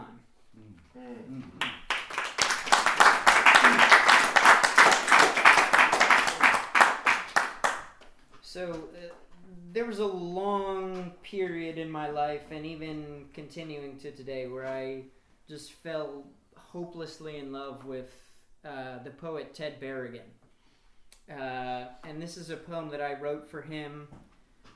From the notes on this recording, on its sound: Drunk In A Midnight Choir Reading. Book release reading. This is the audio from that event.